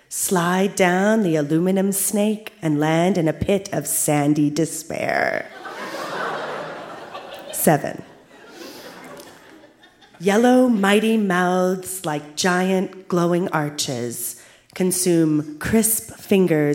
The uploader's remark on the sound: (Saskatoon). Recorded live at the Cosmo Seniors Center as part of Winterruption 2017.